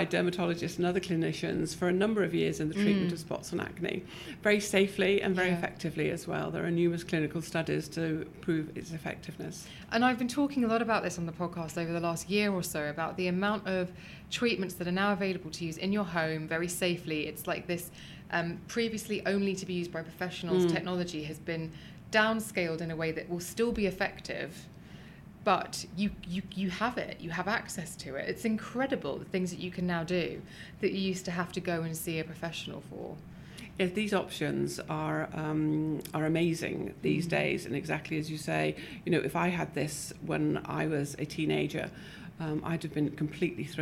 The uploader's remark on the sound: Was recorded LIVE at the British Association of Dermatologists Conference in Edinburgh.